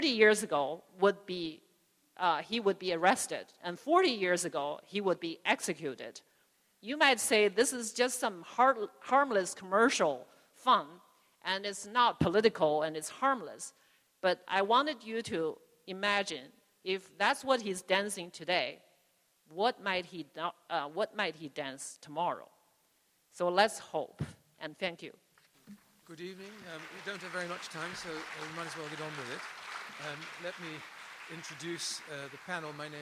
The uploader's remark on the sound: Spoke at the PEN World Voices Festival of International Literature. At the Great Hall at Cooper Union.